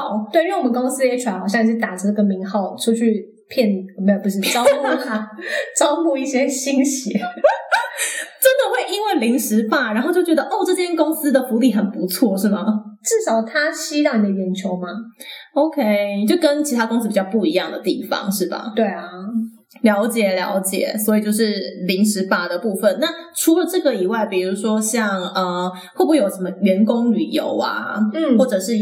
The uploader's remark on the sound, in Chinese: 本集節目的收音狀況不佳，請大家多多見諒